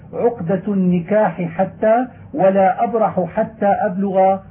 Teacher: يجب أن يتحفظ ببيان الحاء إذا لقيت حاء مثلها